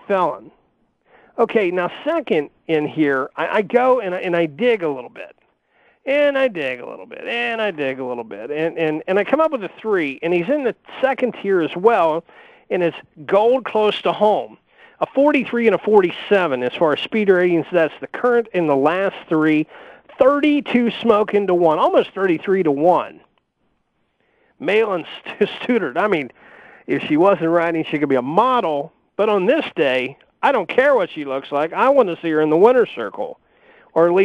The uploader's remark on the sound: will also call